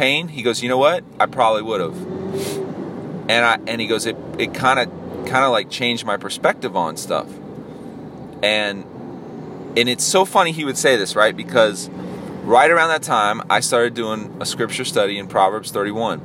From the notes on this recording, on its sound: a solo dolo podcast while i was driving